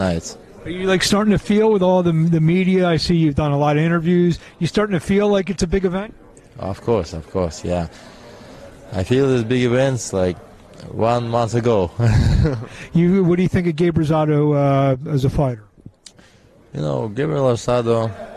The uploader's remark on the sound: LIVE FROM CANELO - GOLOVKIN 3